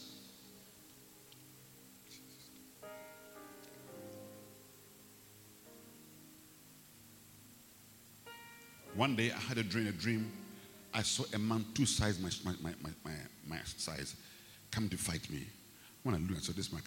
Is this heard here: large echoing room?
yes